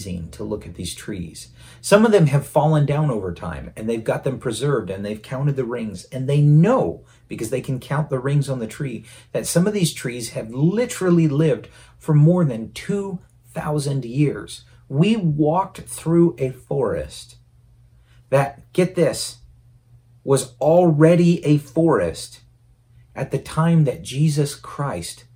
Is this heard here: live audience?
no